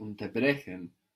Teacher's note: Because the accent is in, the stress is in brechen.